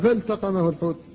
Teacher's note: اللام ساكنة وبعدها التاء وهما لسانيتان ومع ذلك لا ادغام هنا، لا يجوز أن تقول فالتقمه، لا بد أن تقول فالتقمه الحوت.